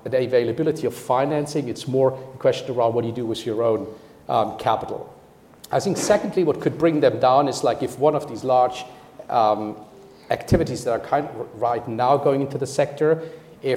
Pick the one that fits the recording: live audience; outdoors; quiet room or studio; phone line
live audience